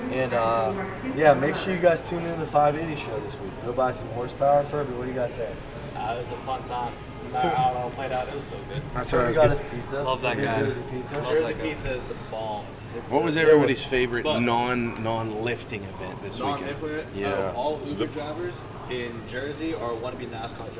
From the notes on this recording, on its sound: The 580 Show is back, live from the AIRPORT!